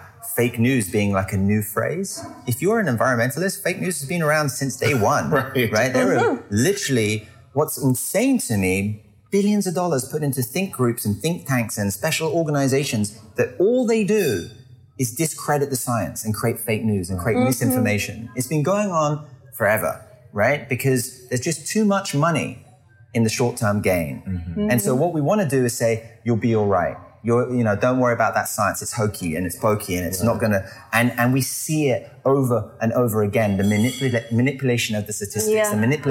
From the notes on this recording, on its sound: Short interviews recorded live from the Festival.